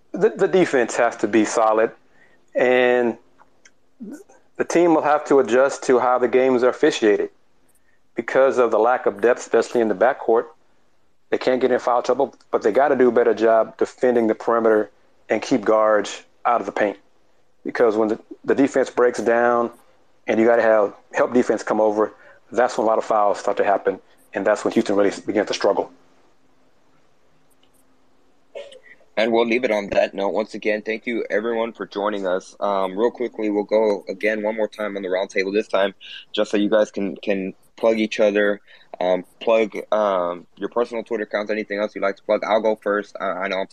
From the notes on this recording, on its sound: came together for another live “Let’s Rage Coogs” Twitter Spaces